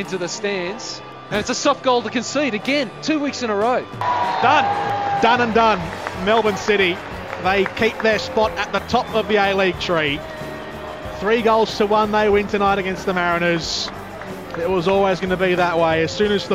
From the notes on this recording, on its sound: called this one from a wet and miserable AAMI Park